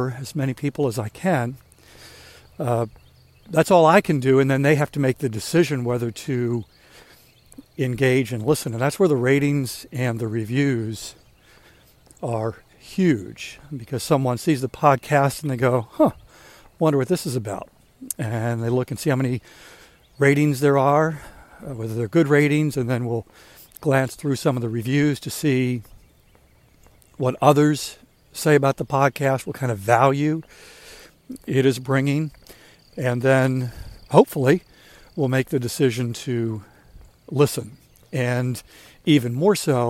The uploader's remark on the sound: During today's ten-minute walk